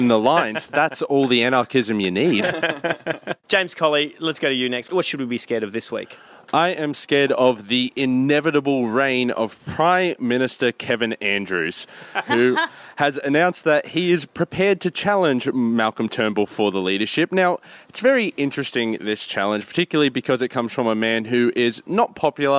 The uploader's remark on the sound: Recorded in situ at the Victoria Hotel during the 2016 Melbourne International Comedy Festival.